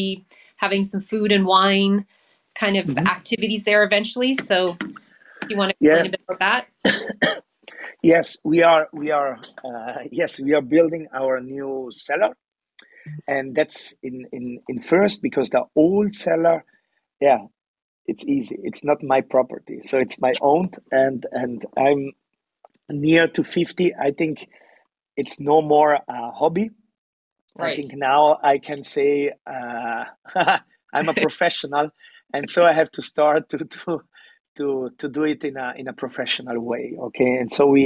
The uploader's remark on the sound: These sessions are recorded from Clubhouse and replayed here on the Italian Wine Podcast! These recorded sessions are then released on the podcast.